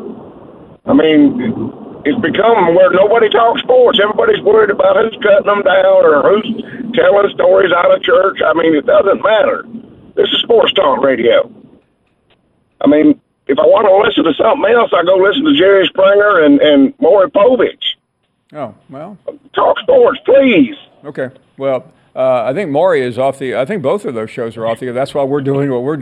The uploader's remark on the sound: taking more of your phone calls